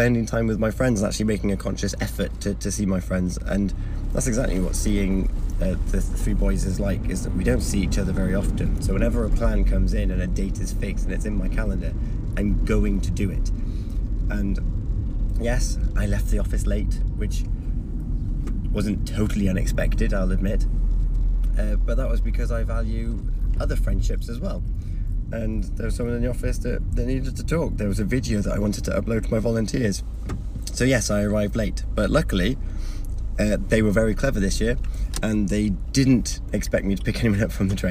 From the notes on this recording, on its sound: Excuse the driving and the distraction - I was staying safe!